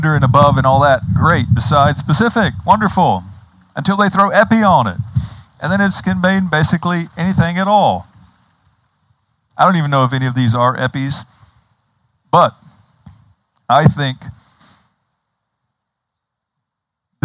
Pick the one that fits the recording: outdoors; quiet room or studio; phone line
outdoors